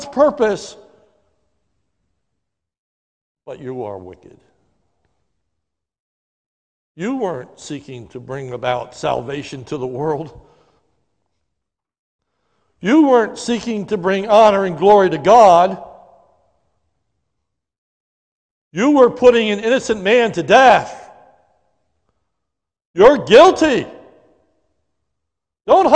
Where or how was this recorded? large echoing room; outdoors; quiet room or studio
large echoing room